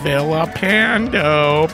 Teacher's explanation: Pronounce with the L's, making an L sound, not a Y sound.